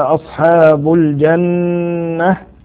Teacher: نون مشددة حكمها غنة بمقدار حركتين